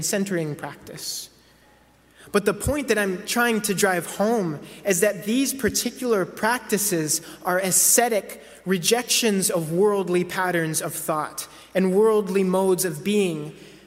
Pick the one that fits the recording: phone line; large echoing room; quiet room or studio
large echoing room